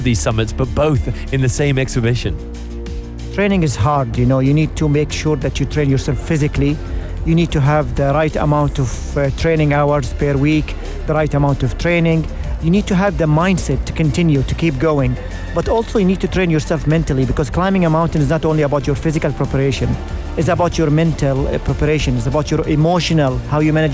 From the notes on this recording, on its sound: Live from SEF 2024.